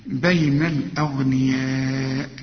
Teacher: ولو ان الغين هنا في رابع درجات التفخيم، لكن تفخم